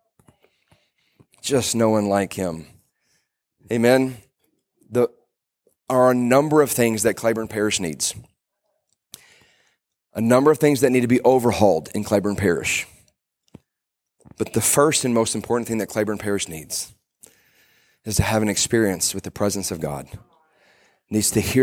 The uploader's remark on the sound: Today I preached a message at our church